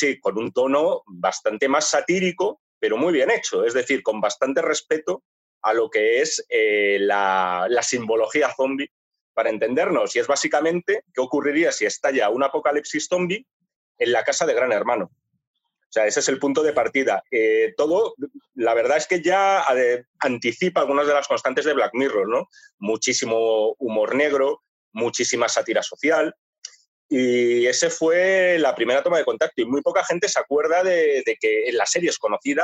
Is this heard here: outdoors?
no